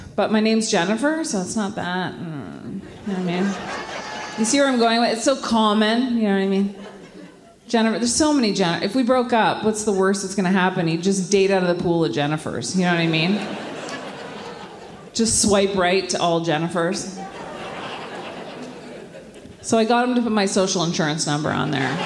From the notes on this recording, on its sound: A live show from the Shenkman Centre for the Arts!